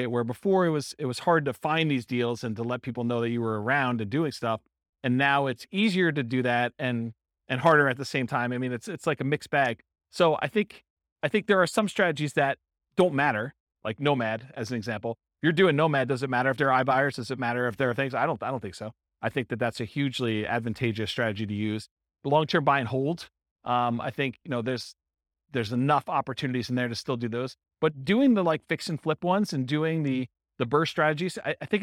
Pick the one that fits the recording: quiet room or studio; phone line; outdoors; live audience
live audience